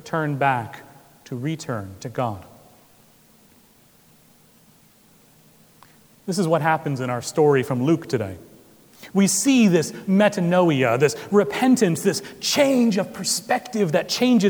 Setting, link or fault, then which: setting, large echoing room